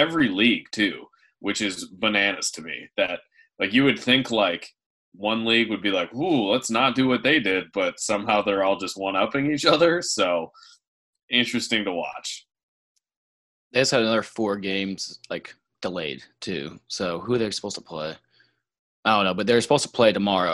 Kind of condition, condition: link, video call